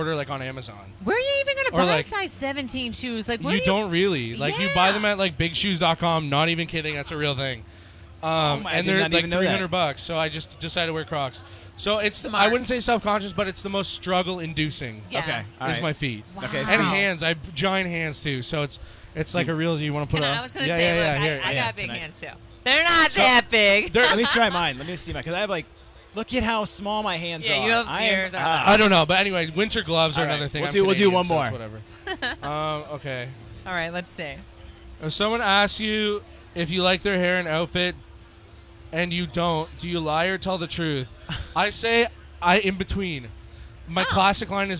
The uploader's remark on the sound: The Mix is live backstage at Lollapalooza 2023!